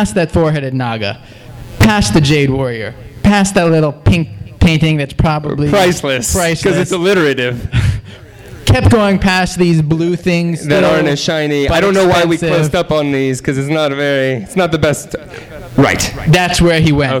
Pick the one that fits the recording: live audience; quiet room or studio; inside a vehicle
live audience